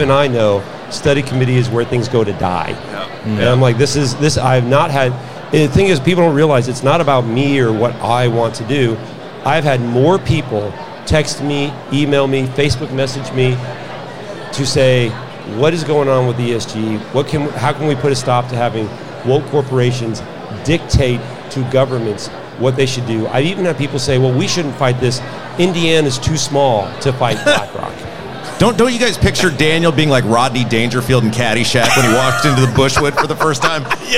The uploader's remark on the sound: Live from the Lincoln Day